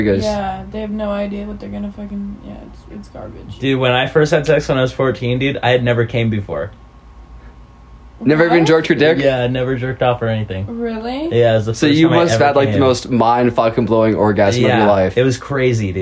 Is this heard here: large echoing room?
no